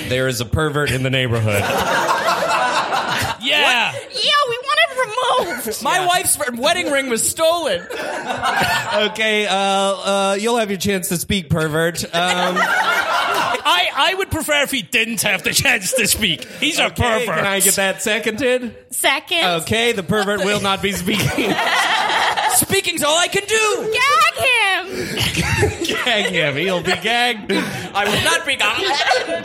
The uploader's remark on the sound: Live from Bristol. Live on stage from the basement of Cafe Kino!